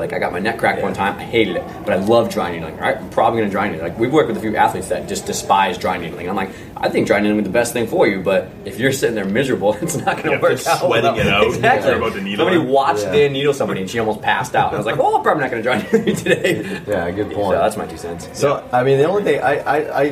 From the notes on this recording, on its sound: we answer a bunch of questions to a live audience